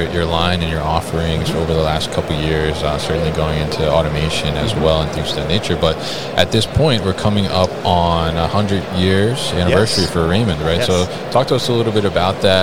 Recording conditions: busy venue